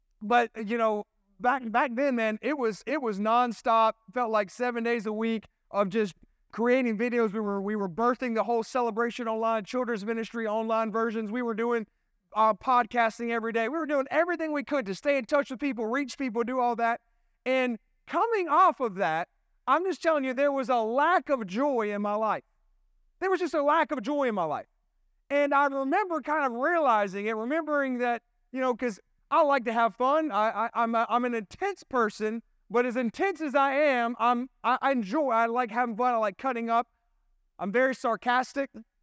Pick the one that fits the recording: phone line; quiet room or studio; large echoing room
large echoing room